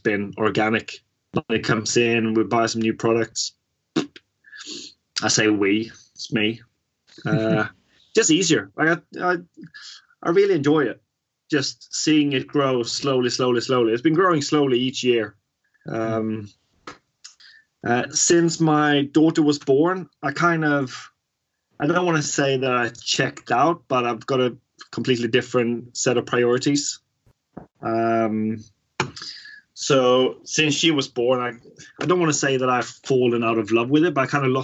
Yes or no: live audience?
no